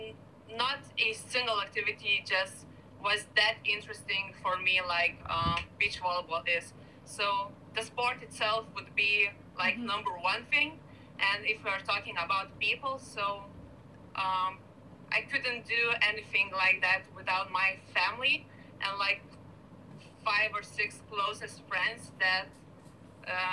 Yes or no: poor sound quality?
yes